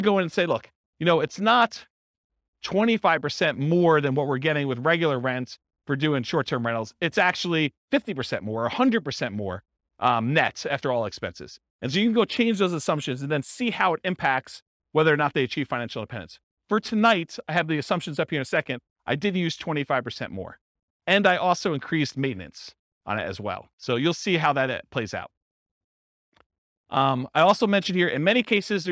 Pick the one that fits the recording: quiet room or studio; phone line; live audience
live audience